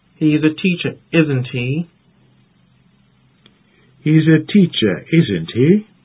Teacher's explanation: The tag is said with a rising intonation. In several of the contexts in which it is used, the rising intonation suggests a mood of diffidence, uncertainty, and doubt.